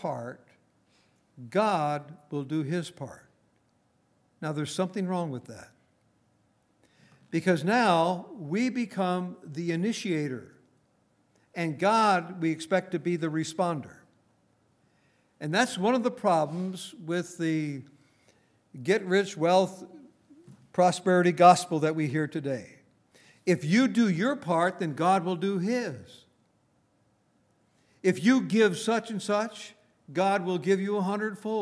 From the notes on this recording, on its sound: Recorded on January 20, 2019, at Grace Bible Fellowship in Front Royal, VA.